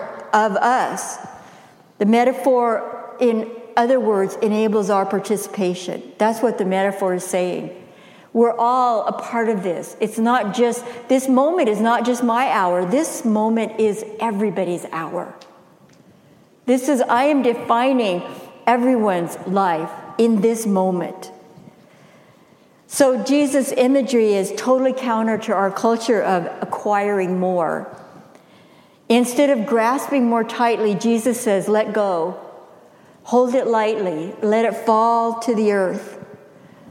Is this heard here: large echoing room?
yes